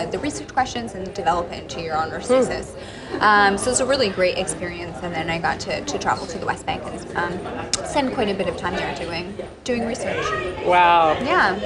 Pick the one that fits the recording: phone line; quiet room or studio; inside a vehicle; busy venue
busy venue